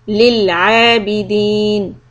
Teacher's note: The lam sukoon, make sure we don't bounce it. You should not say lil.